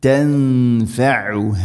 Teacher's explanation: തൻഫഉഹ ഐന ഹ മഖ്റജുകൾ ശ്രദ്ധിക്കുക, ഐന തൊണ്ടയുടെ മധ്യഭാഗം, ഹ തൊണ്ടയുടെ താഴെ ഭാഗം